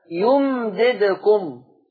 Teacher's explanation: انتبه عدم تحريك الميم لكن لا أطيل الزمن على الميم حتى لا تتحول إلى ميم مشددة